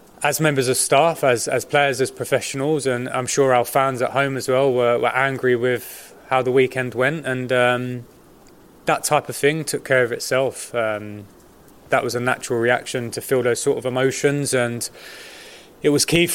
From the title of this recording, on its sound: FULL PRESS CONFERENCE